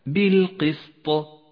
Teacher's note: لاحظ الوقف على حرف الطاء يكون بصفة القلقلة صحيح أنه متحرك في المصحف حرك بالكسرة ولكن لما وقفنا عليه